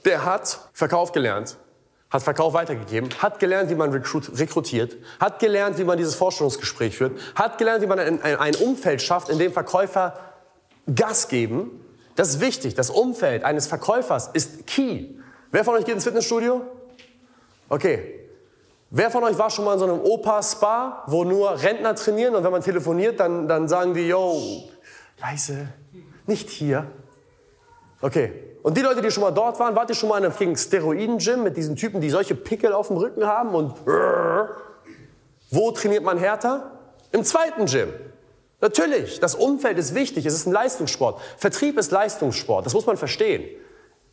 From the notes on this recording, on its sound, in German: im Rahmen eines Vortrags auf dem "Sell like Alex Event"